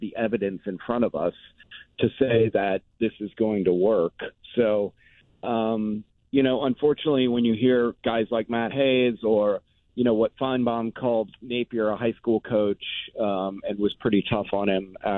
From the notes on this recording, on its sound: listeners called